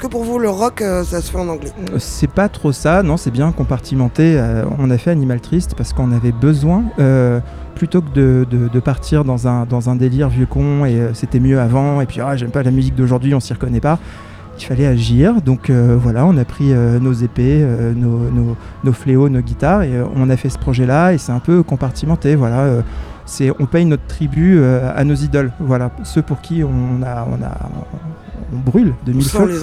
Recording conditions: busy venue